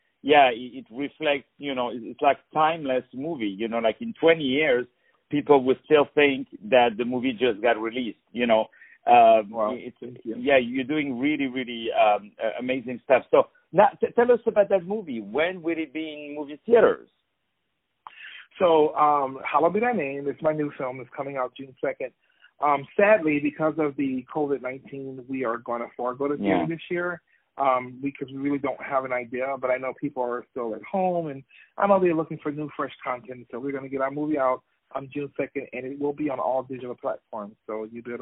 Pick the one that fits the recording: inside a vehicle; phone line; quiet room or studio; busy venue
phone line